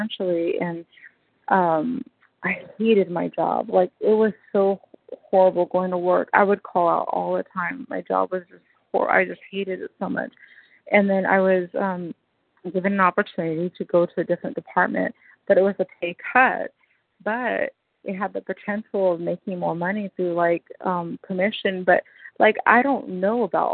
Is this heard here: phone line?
yes